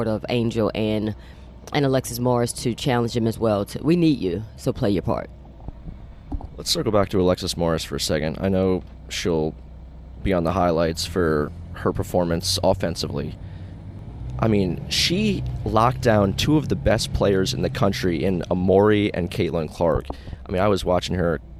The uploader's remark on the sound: On the bus ride to the airport